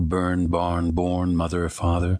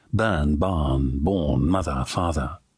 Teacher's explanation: It's a non-rhotic dialect. In other words, R's following vowels are silent. · Shown in: second take